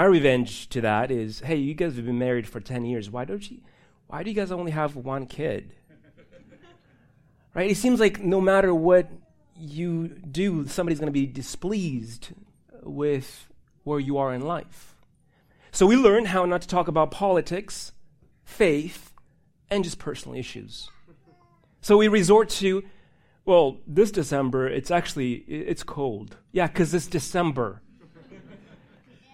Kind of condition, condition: setting, large echoing room